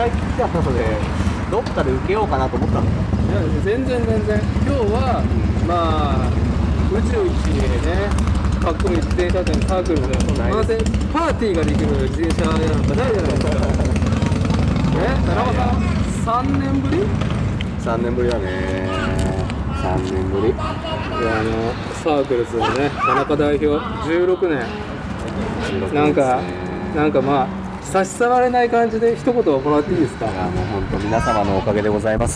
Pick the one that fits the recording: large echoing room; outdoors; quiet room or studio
outdoors